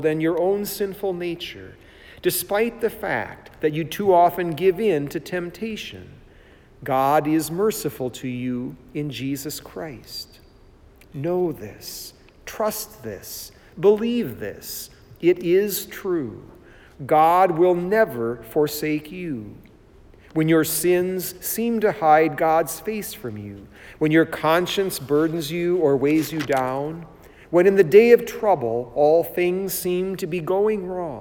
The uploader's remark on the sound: It was preached at Saint John Lutheran Church in Sycamore, Illinois on 25 March 2020.